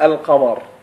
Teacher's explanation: سميت أحرف شمسية وأحرف قمرية نتيجة أن حرف الشين هو من فصيلة الأحروف التي تحذف اللام لفظا من أداة التعريف عند الاتصال بها، وحرف القاف الذي تتصدر به كلمة قمر تلفظ لام التعريف عند الاتصال به